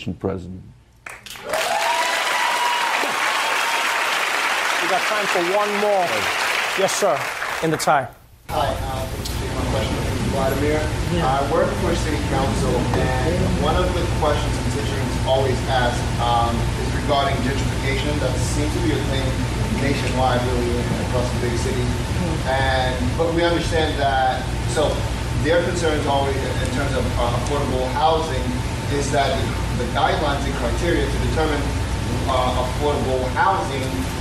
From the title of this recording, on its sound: Fields Questions from The Daily Show Audience